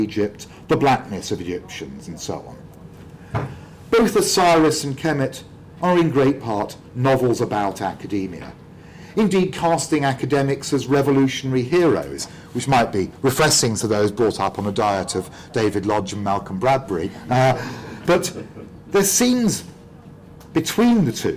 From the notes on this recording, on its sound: speaking at the African Athena conference